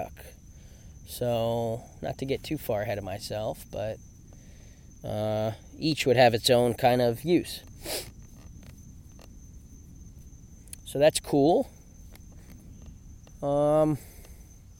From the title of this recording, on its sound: Field Recording